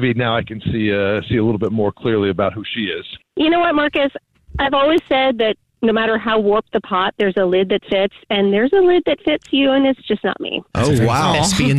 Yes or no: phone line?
yes